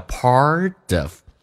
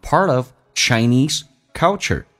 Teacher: part 跟 of 有一个连音叫 partof， T 可以浊化成 D 这个发音